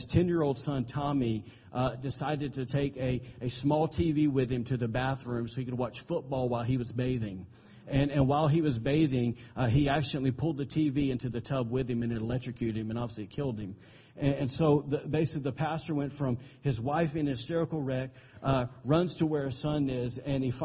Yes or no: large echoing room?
yes